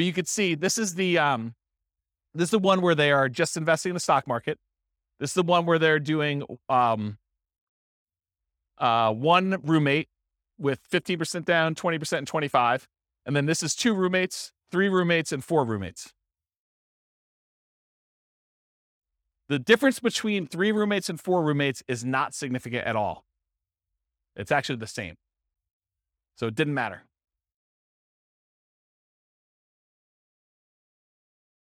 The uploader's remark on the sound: This was a live class recorded